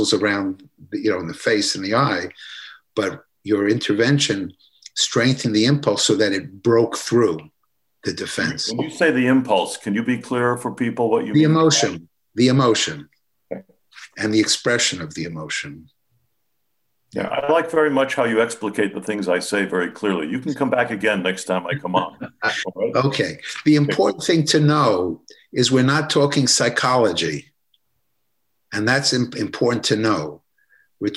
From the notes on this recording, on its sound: An audio version of our webinar presentation.